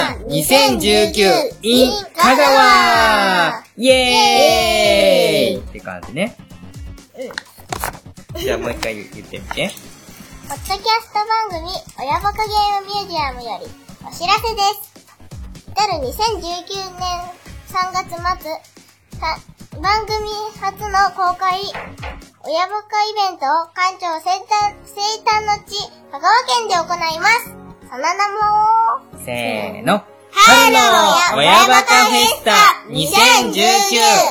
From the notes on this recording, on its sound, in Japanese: 素材となる音声データを 子供たちといっしょに 自宅のリビングで録音している様子をお送りします。途中、ちょくちょくはいるお邪魔にも負けず、ひとつずつ 音ネタを収録していく。